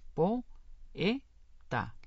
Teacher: la unión de dos vocales fuertes, la O y la E, forma un hiato, que se divide en sílabas así, po, e, ta.